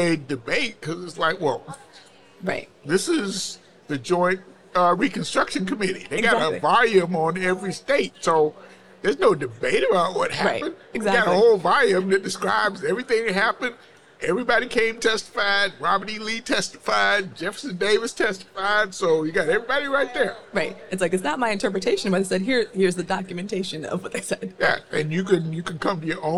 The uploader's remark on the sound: From the Expo floor at the 2023 American Institute of Architects (AIA) Convention.